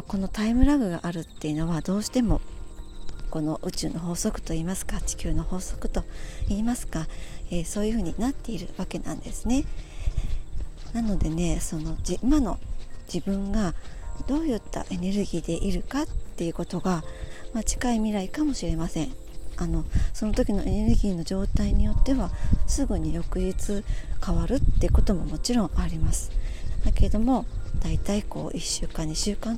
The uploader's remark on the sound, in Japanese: 途中風の音など入りお聞き苦しい所があります、すみません。福岡。Stand.fm。